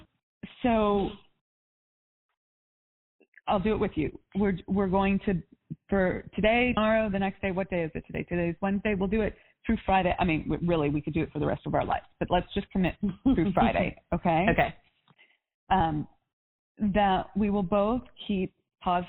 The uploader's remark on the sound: All of these coaching calls have been recorded with permission from my clients.